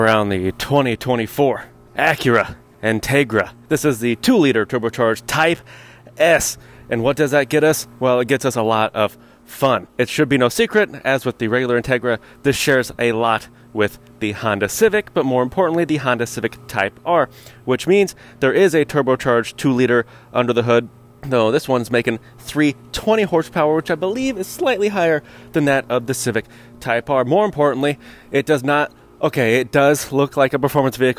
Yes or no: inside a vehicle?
yes